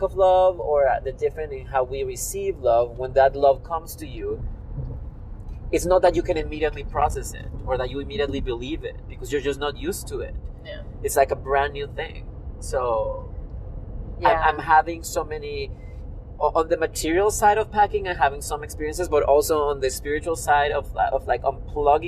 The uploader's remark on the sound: We record from the road our last episode together.